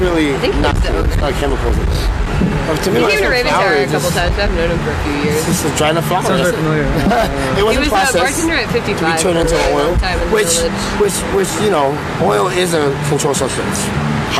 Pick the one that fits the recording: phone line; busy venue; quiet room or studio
busy venue